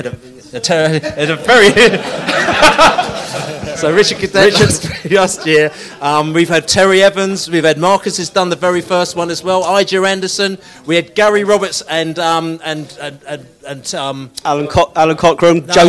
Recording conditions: busy venue